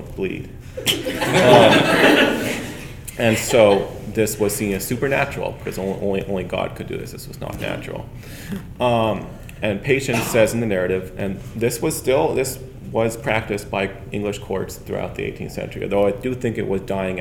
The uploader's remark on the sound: A Mainely History Live Show! In this live show at the Maine Historical Society.